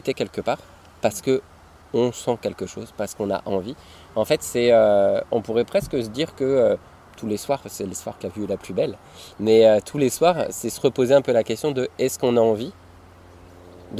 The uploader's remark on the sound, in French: enregistrement en plein air au bord de la rivière Drôme